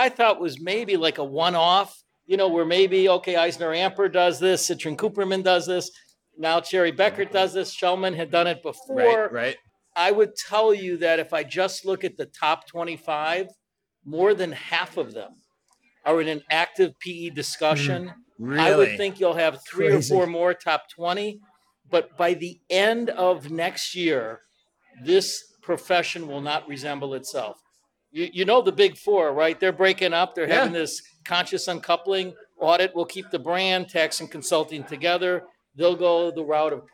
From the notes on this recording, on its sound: is live from The Beer Temple in Chicago